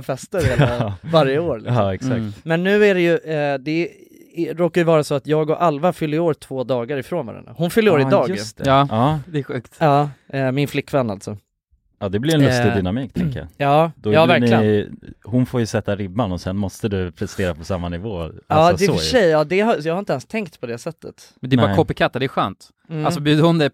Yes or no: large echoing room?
no